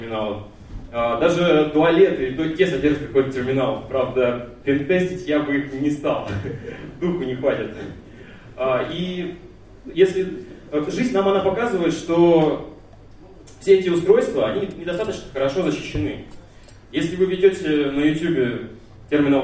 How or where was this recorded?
live audience